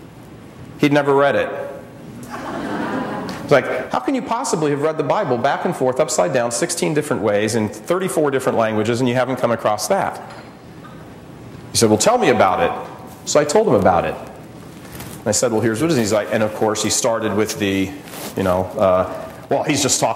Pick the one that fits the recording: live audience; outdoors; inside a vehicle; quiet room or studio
live audience